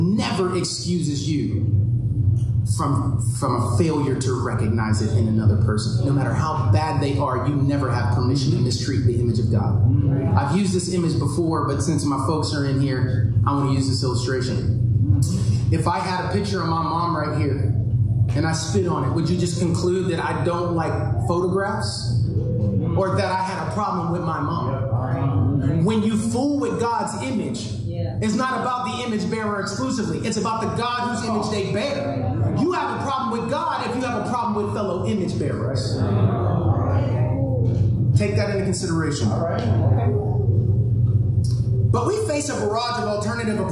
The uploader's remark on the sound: Due to technical difficulties, the following audio has been pulled from our livestream. Expect lower audio quality.